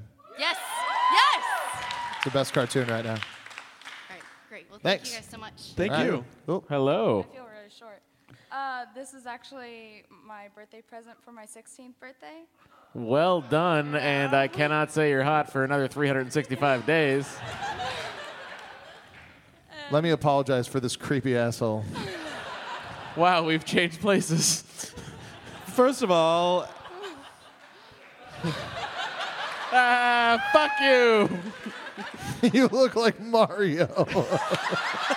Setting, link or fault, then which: setting, live audience